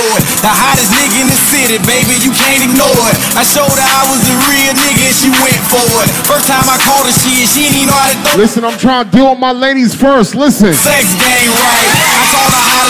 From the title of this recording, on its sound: THE DEN NIGHTCLUB HALIFAX LIVE AUDIO